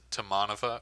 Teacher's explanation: He puts, like, the accent on the second syllable, which is a very American thing.